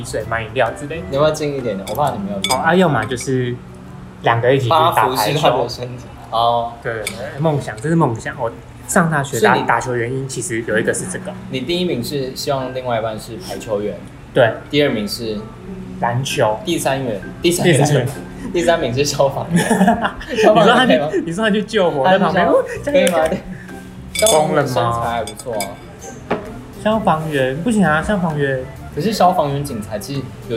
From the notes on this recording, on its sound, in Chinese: 很臨時在吃飯的餐廳突然錄音，收音很糟